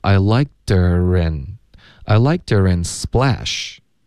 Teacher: her 的 r 音跟 n 要连读